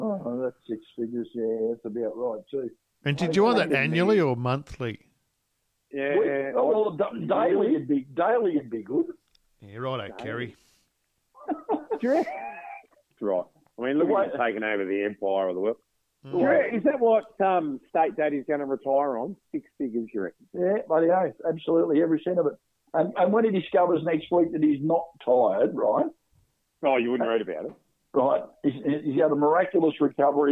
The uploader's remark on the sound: a couple of guest callers